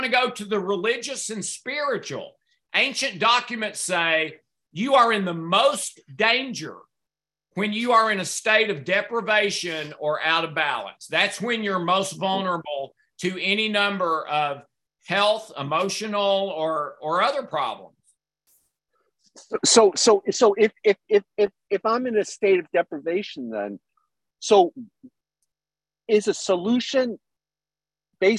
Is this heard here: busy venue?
no